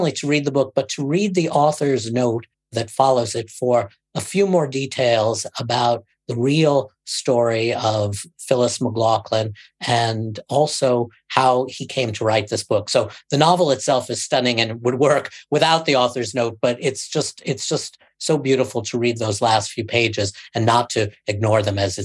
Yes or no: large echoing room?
no